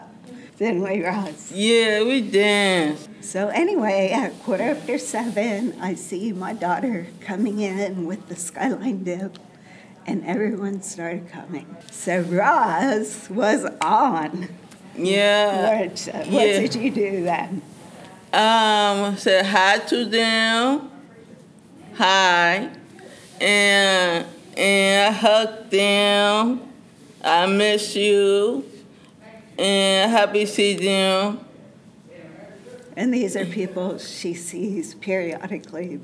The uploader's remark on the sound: These are real stories, told live, around the theme of “awakening.”